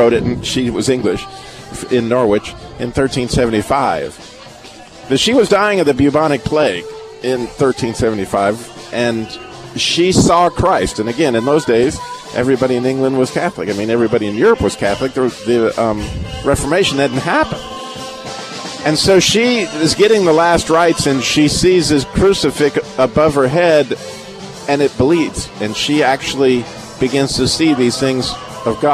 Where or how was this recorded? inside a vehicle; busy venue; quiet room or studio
busy venue